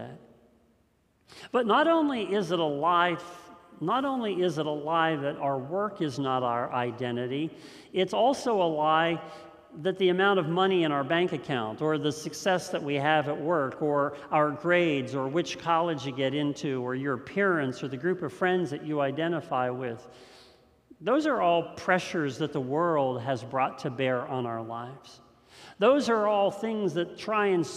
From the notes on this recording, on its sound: This message was first preached on September 12th 2021 at Linglestown Life Church in Harrisburg PA.